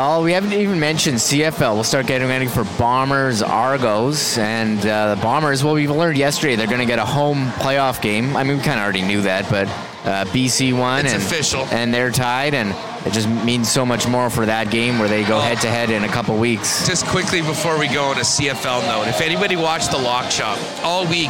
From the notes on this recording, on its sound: WST LIVE at Fan Fest 2023. They are live from the hockey for all centre for Day 3 of Winnipeg Jets Training Camp for Winnipeg Jets fan fest.